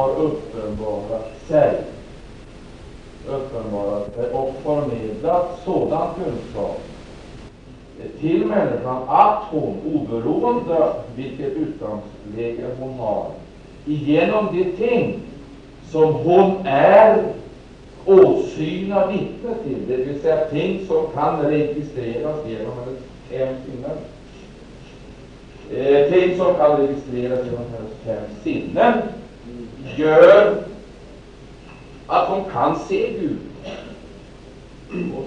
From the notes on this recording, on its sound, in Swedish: Mycket dålig inspelningskvalitet första halvtimmen, blir dock något bättre sedan.